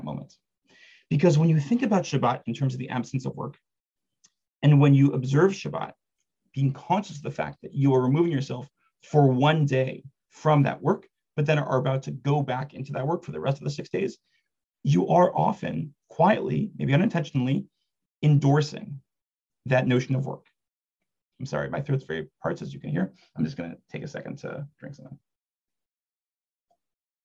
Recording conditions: video call